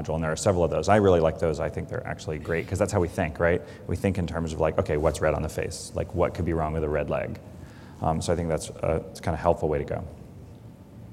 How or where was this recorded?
large echoing room